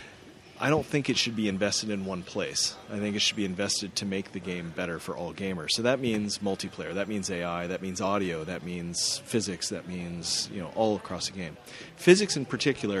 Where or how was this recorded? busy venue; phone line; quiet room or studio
busy venue